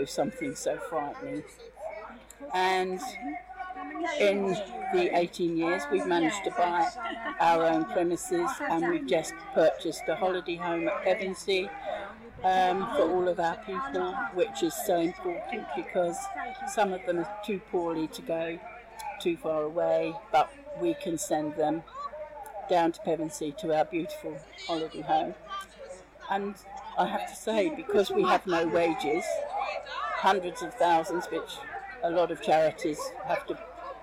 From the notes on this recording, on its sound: Hear snippets of performances throughout the day, some live commentary, and some words from the amazing charities this event supports.